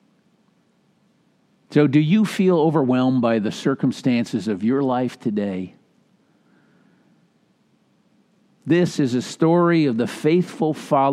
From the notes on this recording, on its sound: Message delivered during the Traditional Worship Live Stream. Message delivered during the Traditional Worship Live Stream.